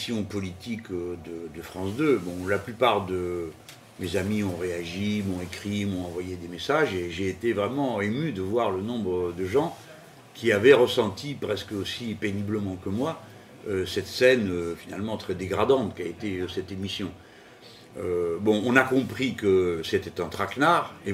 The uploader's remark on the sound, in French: Désolés pour le souffle que nous avons atténué au montage, mais nous enregistrions à côté d'un routeur informatique...